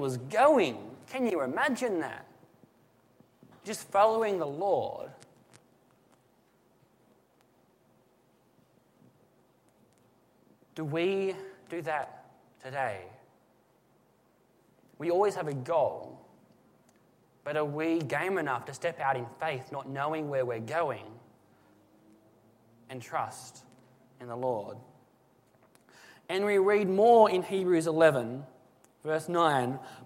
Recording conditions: large echoing room